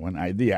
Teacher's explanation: accent vient de tomber dans la deuxième syllabe